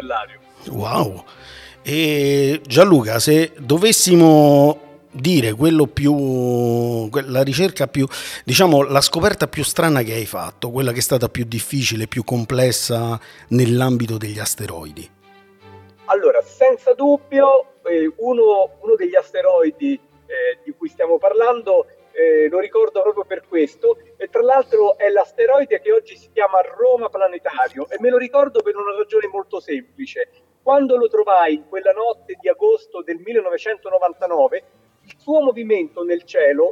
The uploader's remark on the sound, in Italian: Il nuovo episodio è un vero e proprio speciale realizzato per il Festival delle scienze di Roma. Al microfono si sono alternati degli ospiti speciali, alcuni presenti nel pubblico della Casa del Podcast a Technotown altri interpellati al telefono.